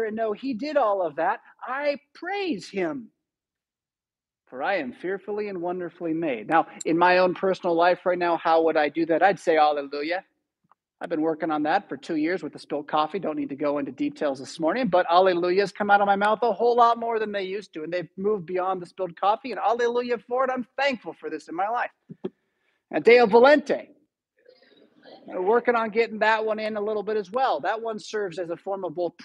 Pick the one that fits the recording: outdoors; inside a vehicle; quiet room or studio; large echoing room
large echoing room